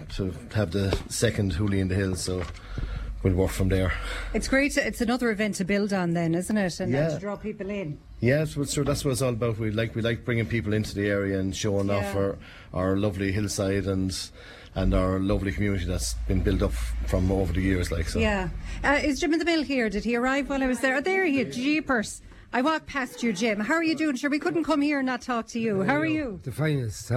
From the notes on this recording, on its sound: We’ll be visiting villages all over Tipperary. We start in Upperchurch and we will go live to Kinanes pub in Upperchurch.